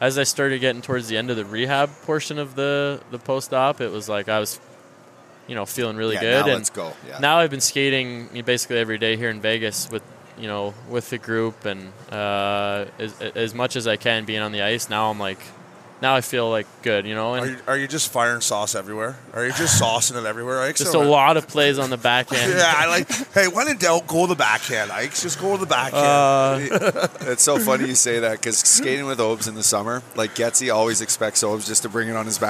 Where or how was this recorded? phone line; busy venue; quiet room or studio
busy venue